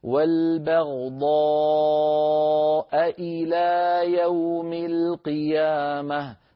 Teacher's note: فننتبه إلى ترقيق الهمزات بعد نطقنا للضاد والألف التي بعدها مفخمتين